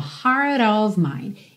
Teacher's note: Ele juntou o T do heart no of com rarara. E o of, de novo, OF, som de OV.